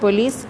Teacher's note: in the word police, the second syllable gets the stress. It's uttered with more force than the first · Term: stressed syllable